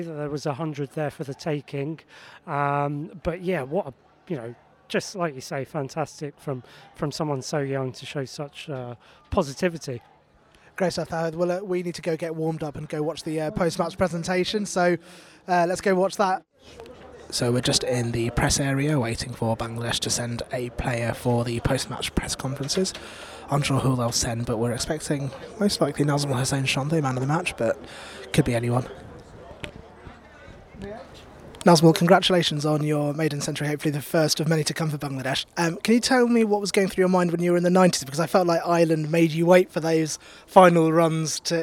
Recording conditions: busy venue